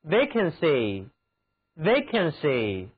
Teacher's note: Vacancy 重音要放在第一个音节上